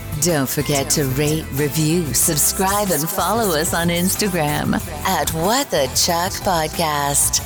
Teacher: Could she be any more breathy?